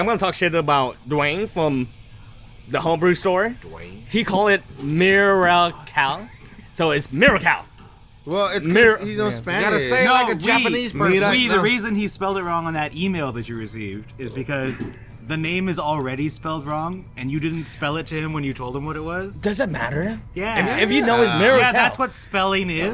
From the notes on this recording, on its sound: we sit down in the beer garden at the Alvarado Street production facility